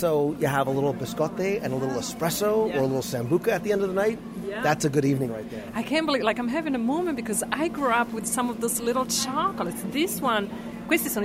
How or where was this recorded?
busy venue